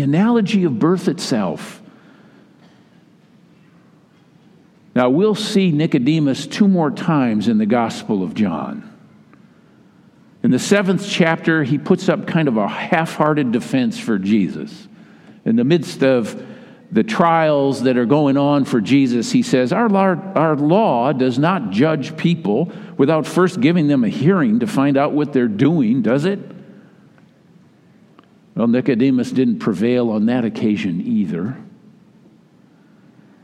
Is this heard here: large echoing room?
yes